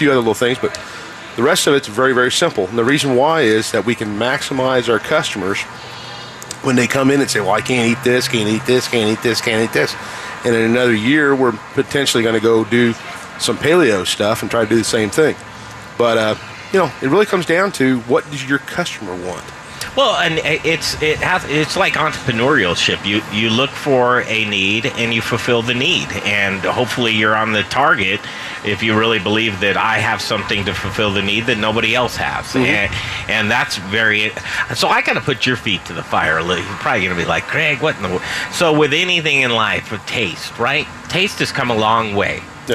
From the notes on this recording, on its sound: Live from the Crafty Fox Tap House and Pizzeria. We thought it would be fun to celebrate with a remote broadcast!